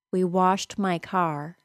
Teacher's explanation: It is hard to hear because the air at the end of the T sound gets blended with the M sound of the word my. · Term: Linking